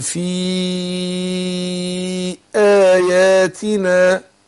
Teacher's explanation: في أربع حركات عشان أنت بتمد المنفصل